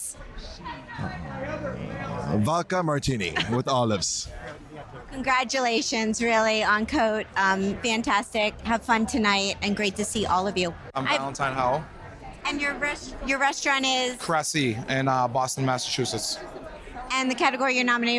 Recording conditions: busy venue